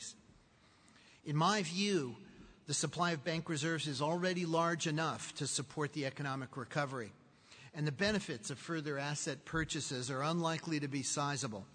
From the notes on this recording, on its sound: speaks at the Charlotte Chamber of Commerce's Annual Economic Outlook Conference